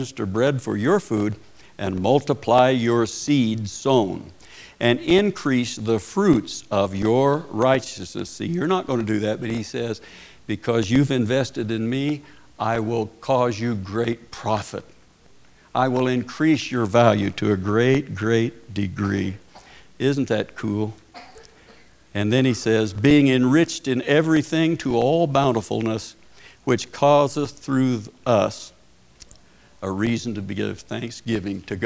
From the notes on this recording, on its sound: Preached at Paradise Valley Christin Church.